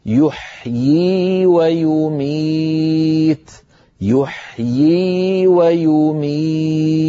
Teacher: والله يحيي ويميت، يحيي إن نظرتم إليها في المصحف، انظروا من كان منكم معه الآن المصحف، نجد بأن يحيي كتبت بياء واحدة، وزاد علماؤنا ياء صغيرة مردودة إلى الخلف هكذا ليبينوا للقارئ أن نطقها بياءين، الياء الأولى مكسورة والياء الثانية مدية ساكنة